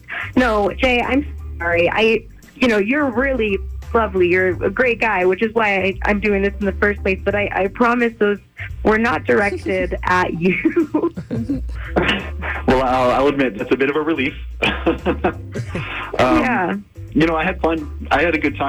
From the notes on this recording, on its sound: on the phone